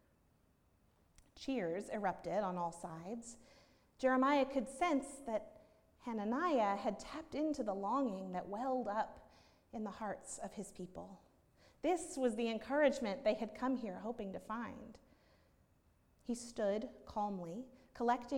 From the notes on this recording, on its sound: at Northminster Church on October 13, 2019